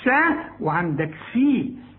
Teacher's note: والسين تكون أكثر رقة لأنها مكسورة